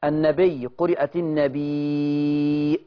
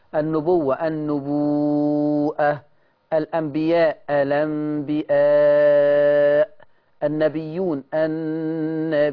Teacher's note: دي كلها الكلمات اللي بيثبت فيها الهمزة فيترتب عليها مد. لاحظوا لما حطينا الهمزة بقت مد متصل بتتمد